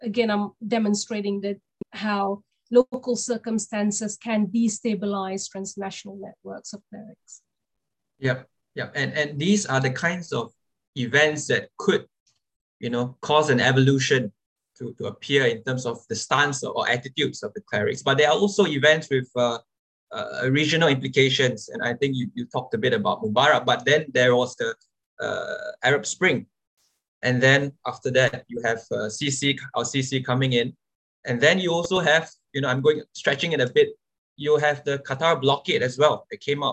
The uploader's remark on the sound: This public talk was conducted online via Zoom.